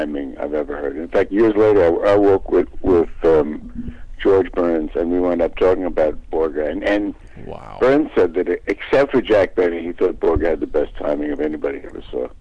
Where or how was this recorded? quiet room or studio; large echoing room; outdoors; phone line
phone line